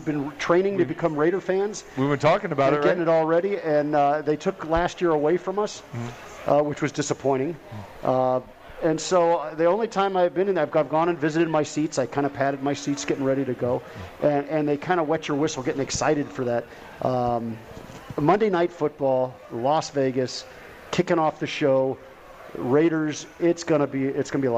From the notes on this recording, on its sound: Live From The Cosmopolitan of Las Vegas